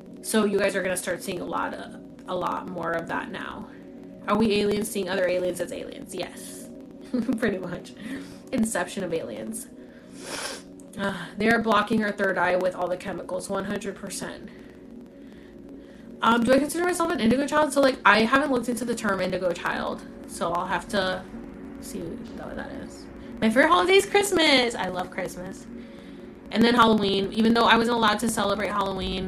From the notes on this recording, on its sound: This is from a TikTok Live so I apologize for some of the mumbling while I read your comments. Sorry for the feedback on the sound!